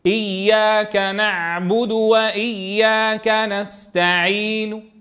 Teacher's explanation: إياك نعبد وإياك نستعين، انظروا لم أضم الشفتين ضما تاما، لم أقل نستعين لأنها بعض الحركة، فصوتا وصورة نستعين، نو إشارة إلى كون النون مضمومة، فرمت الحركة يعني أروم الحركة ولا آتي بها كاملة · Term: الروم